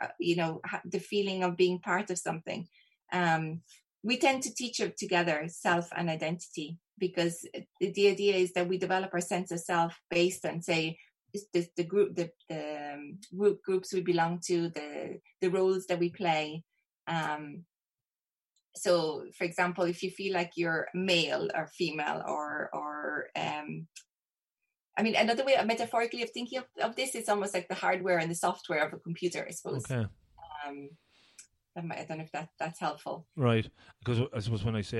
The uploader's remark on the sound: We recently recorded this one over zoom.